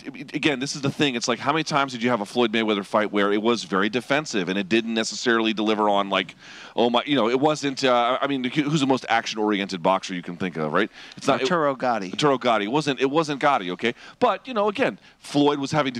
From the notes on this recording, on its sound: The boys react live from Hard Rock Stadium